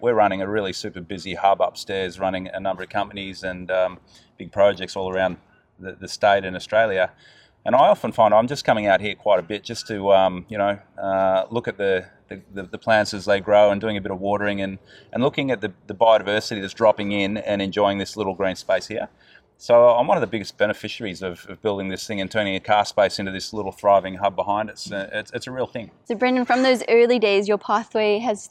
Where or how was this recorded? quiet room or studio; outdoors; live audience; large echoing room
outdoors